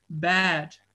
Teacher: Maar dat neigt, dat zit er eigenlijk tussenin. Tussen die A en die E-klank in.